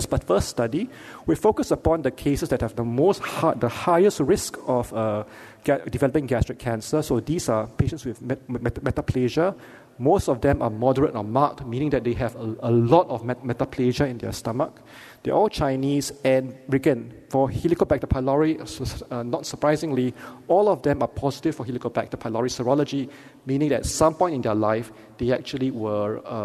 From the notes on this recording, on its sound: Keynote Lecture.